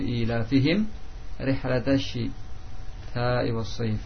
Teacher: mim sukun menghadapi ra, sehingga dibaca dengan izhar tanpa didengungkan